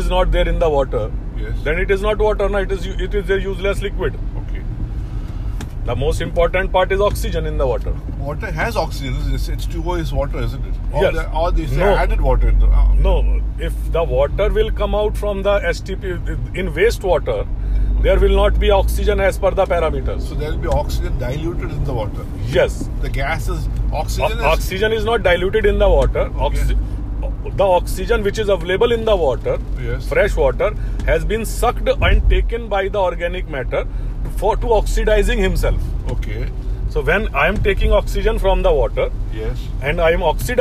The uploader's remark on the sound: This conversation was recorded while we drove back after a demonstration at Coconut Lagoon, Kumarakom.